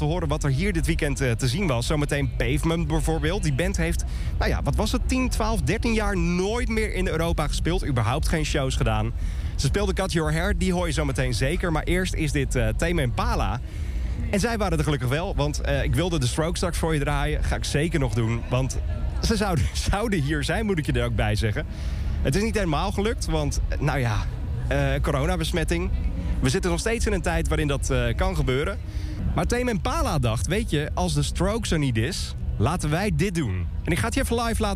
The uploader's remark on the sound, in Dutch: KINK IN TOUCH kwam op maandag 6 juni vanaf Primavera Sound in Barcelona. KINK IN TOUCH VANAF PRIMAVERA SOUND BARCELONA. Het festival vierde de twintigste editie.